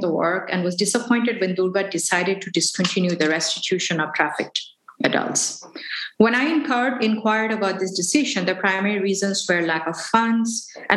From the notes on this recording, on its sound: This episode was originally recorded during a live webinar event that occurred on February 23, 2022.